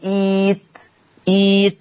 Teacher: ابدال الهمز الساكن ياء مادية لان الهمزة الساكنة مسبوقة بهمزة وصل مكسورة، فيصير النطق ايت ايت لجميع القراء.